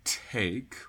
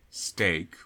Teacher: take will have a little bit of airflow and stake won't. Right, because that S preceding the T sound is in a way taking away its aspiration, right?